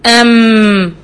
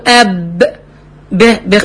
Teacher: التجانس احنا بنقول لما في حرفين بينهم تجانس، يعني الحرفين دول بيخرجوا من مخرج واحد، وهما الشفتين. الميم بتخرج من الشفتين، الباء بتخرج من الشفتين